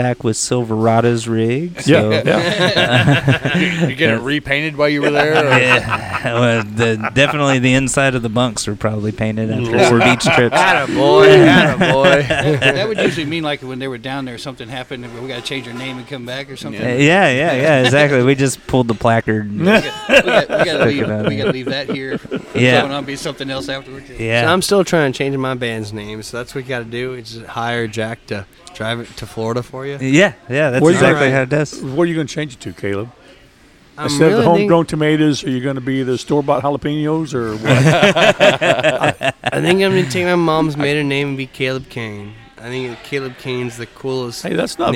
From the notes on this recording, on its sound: Recorded at the Pacific Yard House in downtown Conroe, Texas! Recorded at the Pacific Yard House in downtown Conroe, Texas!